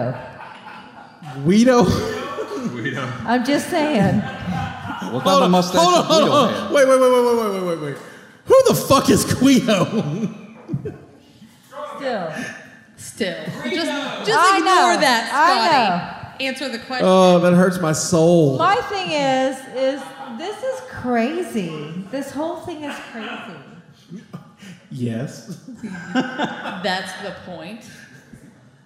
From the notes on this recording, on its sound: This week is a special episode as we reviist an old live show we never got to air.